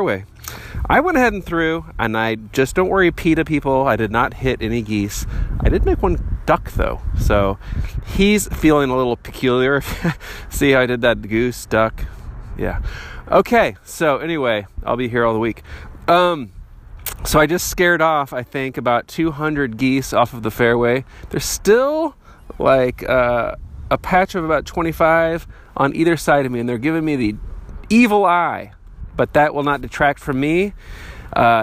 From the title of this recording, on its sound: Walking through the mud at English Landing DGC in Parkville, MO